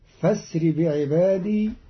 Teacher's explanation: قرأ قالون كلمة فأسري بهمز وصل بدل الهمزة المحققة